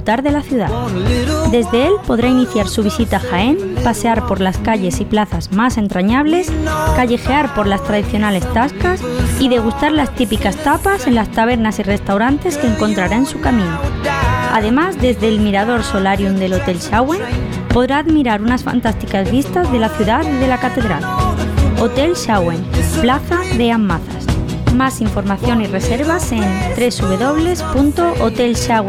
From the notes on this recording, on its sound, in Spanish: Hemos contado en el Hotel Xauen con la presencia del coordinador del Grupo Parroquial de la Lanzada. Hemos contactado por teléfono. Los sonidos que nos dejó la procesión del Rosario también han sido protagonistas de un programa.